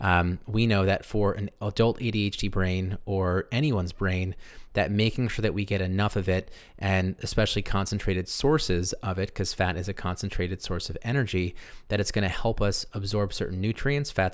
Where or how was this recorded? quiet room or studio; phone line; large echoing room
quiet room or studio